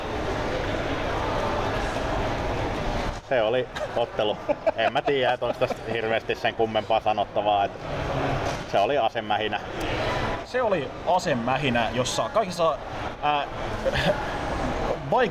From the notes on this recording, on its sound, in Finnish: FCF Ropecon 2023. Pahoittelemme äänitteen taustahälyä.